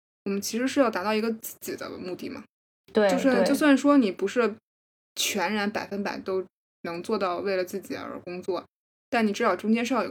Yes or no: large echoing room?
no